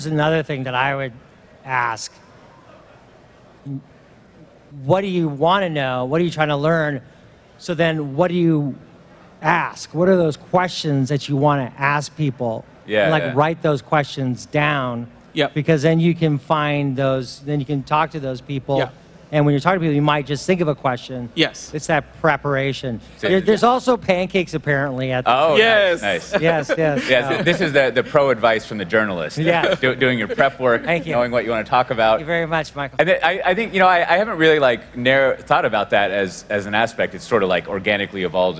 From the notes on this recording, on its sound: This interview was recorded at VMware Explore 2022.